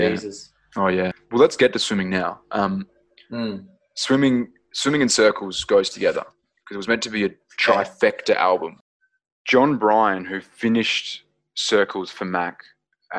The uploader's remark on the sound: episode done via Zoom